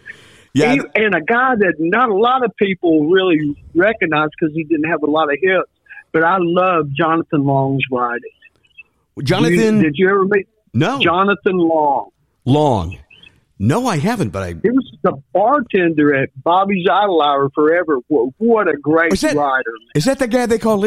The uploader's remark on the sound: He joins us by phone from his home in Huntsville, Alabama.